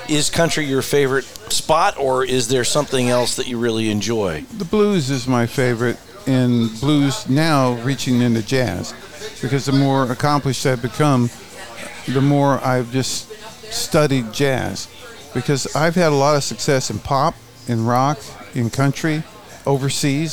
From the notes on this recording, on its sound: Recorded in the center of the Coachella Valley universe, Little Bar. Recorded in the center of the Coachella Valley universe, Little Bar.